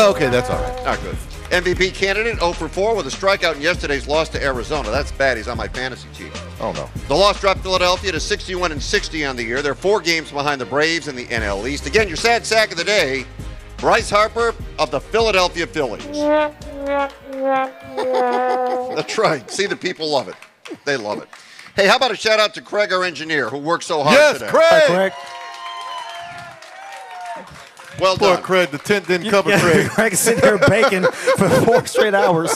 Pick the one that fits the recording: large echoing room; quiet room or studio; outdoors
outdoors